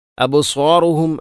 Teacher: അബ്സാറുഹും അബ് ബഇനെ ഖലഖല ചെയ്യണം